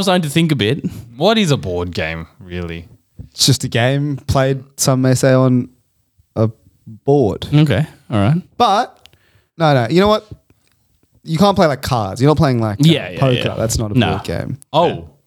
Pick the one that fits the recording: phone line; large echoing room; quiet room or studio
quiet room or studio